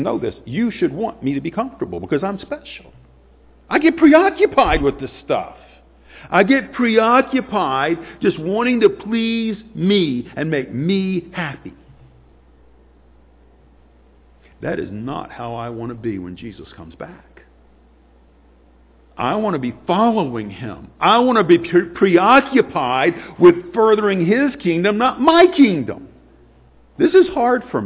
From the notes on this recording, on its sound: Sunday morning sermon